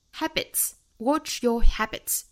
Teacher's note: Habit 加上 s 变成复数，尾部要读成 ts 的发音，也就是一次两次次的那个声母。Habits.